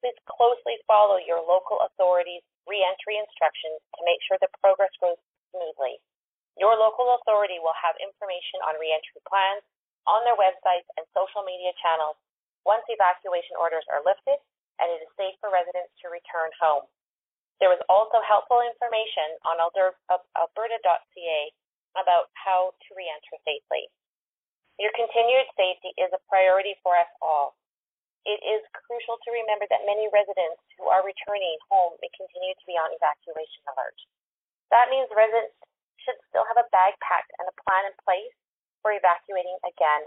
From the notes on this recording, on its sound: Wildfire Evacuation Information Telephone Town Hall. Albertans who are evacuated can attend telephone town halls with government and partner organizations to get updates and answers to their questions.